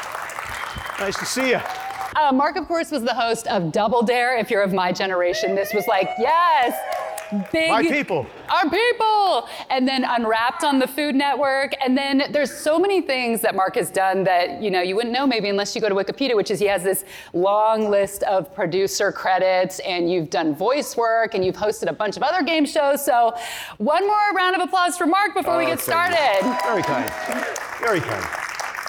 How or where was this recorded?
live audience